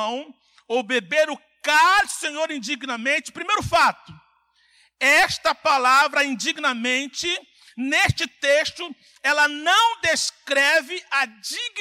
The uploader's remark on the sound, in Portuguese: CULTO AO VIVO – SANTA CEIA